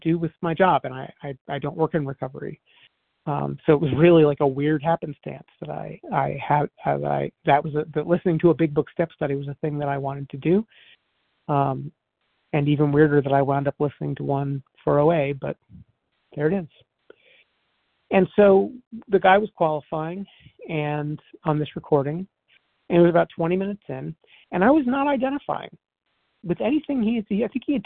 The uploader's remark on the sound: 100 Pounders Phone Meeting